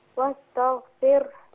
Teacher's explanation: ما ينفعش أقول واستغ وحرك الغين كده وعملها زي القلقلة